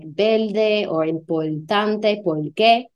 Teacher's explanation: how R sometimes becomes L when it's before a consonant